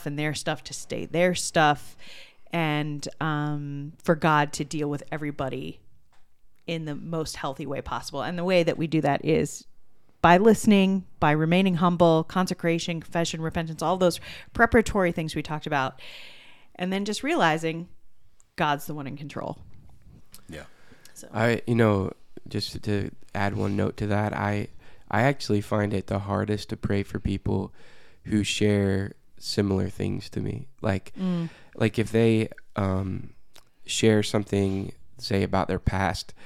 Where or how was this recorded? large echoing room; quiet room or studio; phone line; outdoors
quiet room or studio